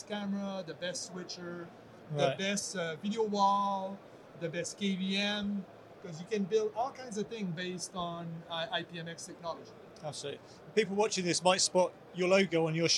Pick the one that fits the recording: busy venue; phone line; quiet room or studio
busy venue